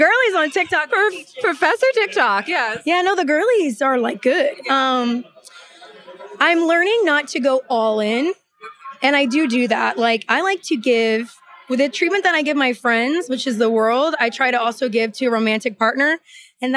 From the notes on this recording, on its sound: sound bites from the BravoCon red carpet